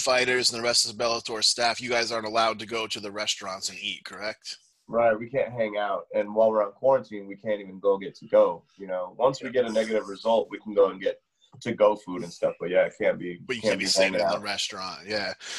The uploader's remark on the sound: Zoomed with Bellator MMA Medical Director